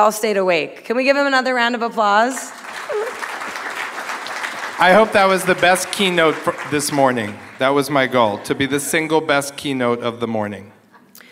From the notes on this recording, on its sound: LIVE from the Carolina Meat Conference. The Carolina Meat Conference hosted by NC Choices in Charlotte, North Carolina.